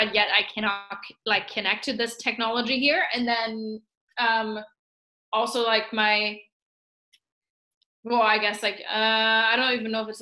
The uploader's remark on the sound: Two Projectors Jump On A Zoom Call